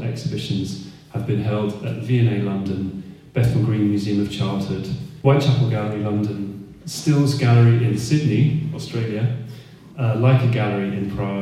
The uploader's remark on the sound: At a public event held at Stills, Edinburgh on 12th August 2023.